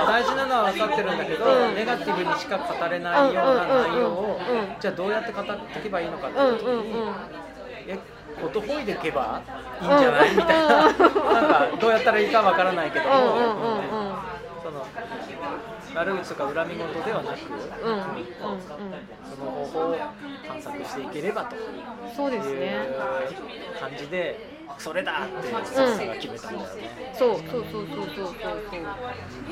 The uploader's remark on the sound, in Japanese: 東京都台東区・カヤバ珈琲での収録です。天気は晴れ。背景に人の声がありますが、それも味わいとしてお聴きいただければ。